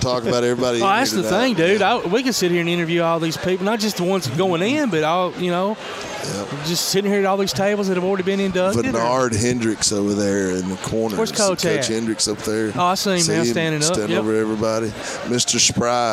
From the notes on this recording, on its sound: Live at the Limestone County Sports Hall of Fame Induction Ceremonies